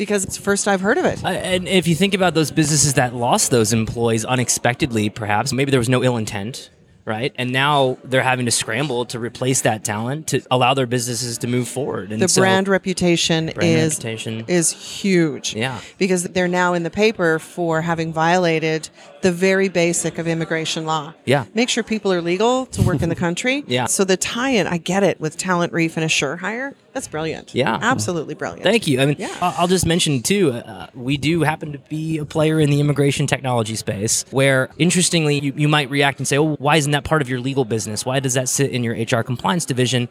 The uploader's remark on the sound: Recorded at HRTech